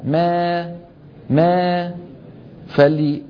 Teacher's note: انظر يا أخي، شايف اللسان لما تنطق ألف مجردة مثل مالك يوم الدين، ما ما شايف اللسان في وضع الراحة والفم مفتوح، ما. الإمالة الصغرى يرتفع وسط اللسان قليلا